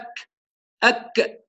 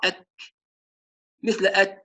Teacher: أما الكاف لا ينفجر مثل انفجار القاف، يكون إغلاق على مستوى المخرج بضعف · Shown in: second take · لتحقيق ضعف الحرف، لأن الحرف مش قوي مثل القاف، حرف ضعيف مهموس، فيكون الاعتماد على المخرج بضعف.